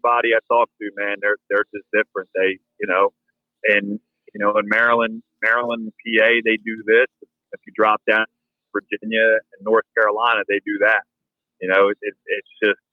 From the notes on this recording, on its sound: He was actually on his way to hunt, so the audio was from his truck.